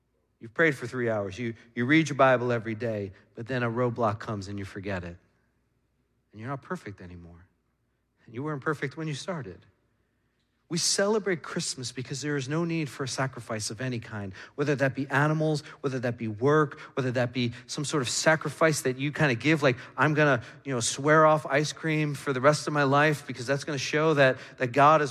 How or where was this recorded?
large echoing room